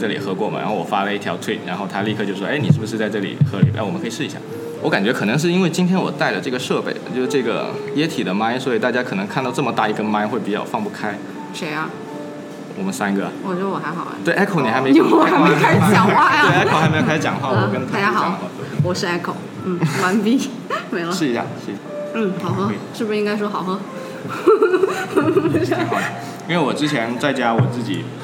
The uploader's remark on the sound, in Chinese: 在咖啡馆里录科技灌水播客。本期节目是我和两位朋友在咖啡馆喝咖啡的时候临时起意录的，100% 灌水无添加，非常符合本播客的宗旨。